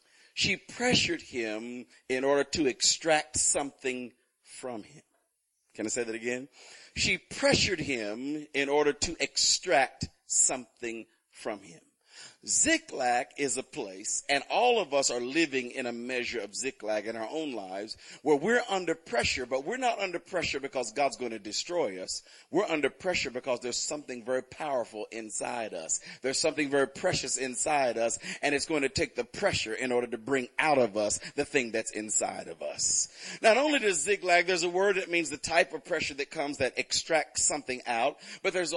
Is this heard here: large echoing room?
yes